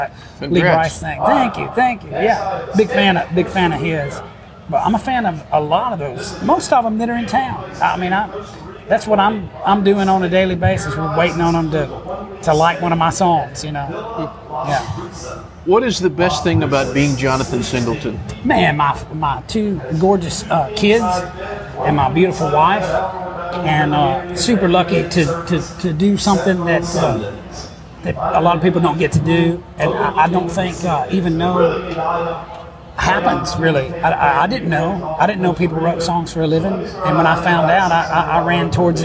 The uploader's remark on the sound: The 18th annual John Jarrard concert at the Brenau University Front Lawn in Gainesville, Georgia. This was completely off the cuff, raw and with a lot of background noise.